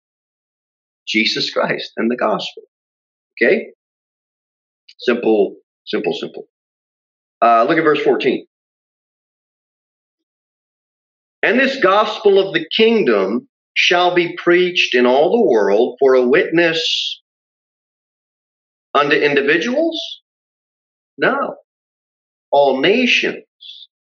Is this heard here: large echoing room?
yes